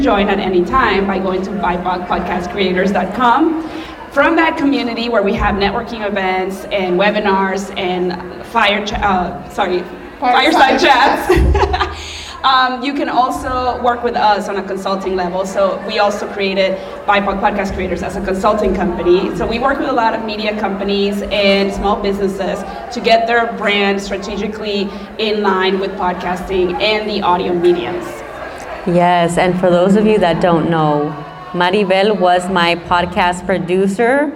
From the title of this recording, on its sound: LIVE Recording